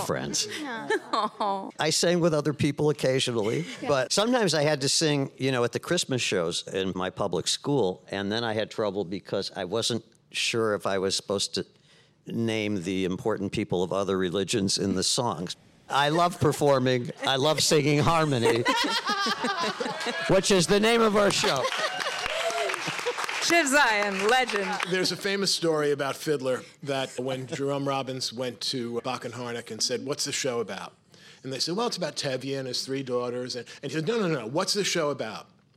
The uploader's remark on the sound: A Live Interview at JCC Manhattan. This episode was recorded live at the Marlene Meyerson JCC Manhattan.